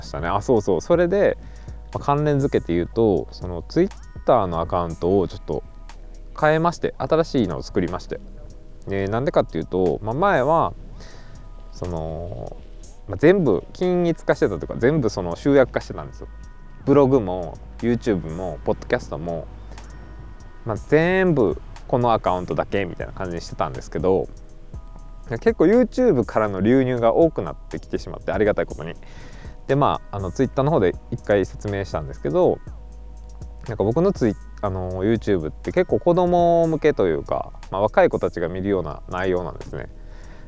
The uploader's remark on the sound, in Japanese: 野外収録雑談